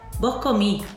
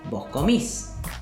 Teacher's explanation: el debilitamiento de las S finales · Shown in: first take